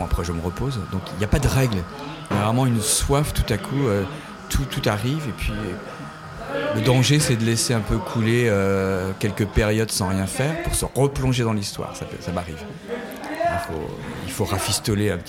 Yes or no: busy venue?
yes